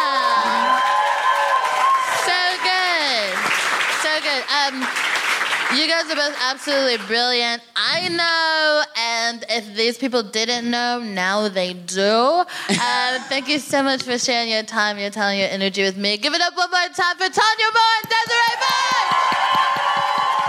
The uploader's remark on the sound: FOC IT UP Comedy Club. Recorded 3 July 2022 at 21Soho in London.